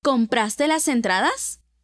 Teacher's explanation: Aquí se eleva el tono por encima de la primera sílaba tónica. Luego, inicia a descender de tono normal. Es decir, Cuando hacemos una pregunta, debemos dar el tono adecuado a la voz para que se entienda que estamos haciendo una interrogante. · Term: Entonación interrogativa